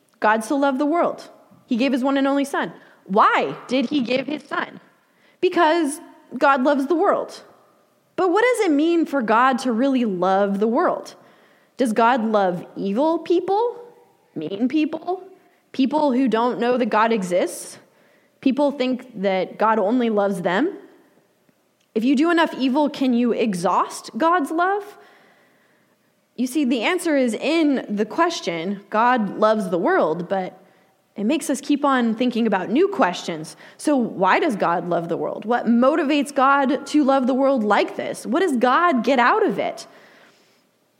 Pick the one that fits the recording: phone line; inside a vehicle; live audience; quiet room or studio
live audience